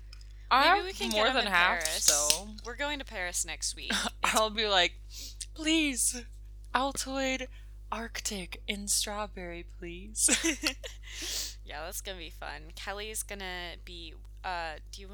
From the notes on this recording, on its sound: It's been a moment since we last posted due to settling into Lacoste, classes, and excursions. We apologize for the electric hum in the background. An old Medieval village ain't the best place to record, apparently.